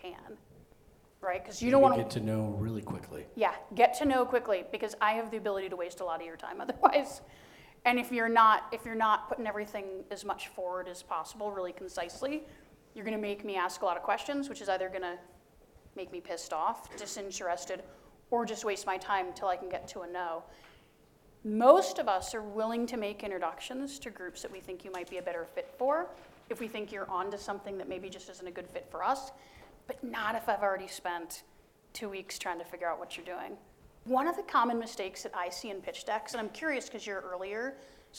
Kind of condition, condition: setting, live audience